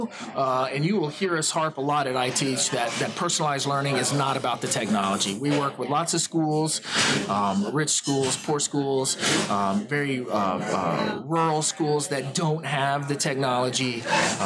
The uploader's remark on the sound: We apologize for the noise on this episode, but Hurricane Irma forced us to improvise and record at a local Starbucks.